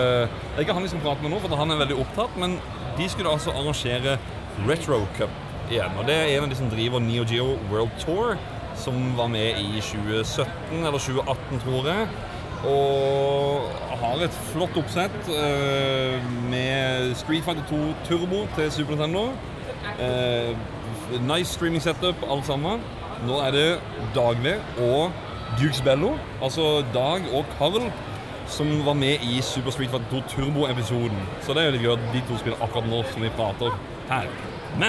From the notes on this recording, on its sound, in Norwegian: Tilbake til hvalfangerbyen Sandefjord for å delta på Retromessa! Zoom mikrofonen er pakket med som vanlig og vi snakker med alt fra gjester, utstillere, arrangører og mye mer.